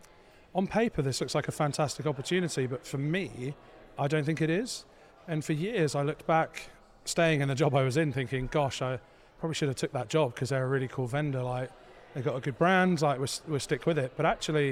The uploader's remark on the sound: This very special episode is brought to you from the Adventures of Alice and Bob podcast booth at the Go Beyond Conference in sunny Miami, FL.